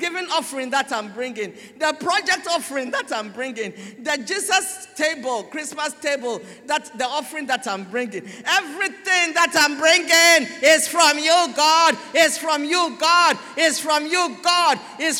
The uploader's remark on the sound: Sermon preached at CBC Shiashie Campus